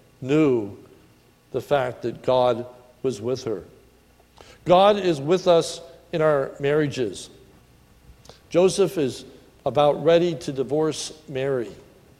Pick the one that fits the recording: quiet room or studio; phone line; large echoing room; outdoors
large echoing room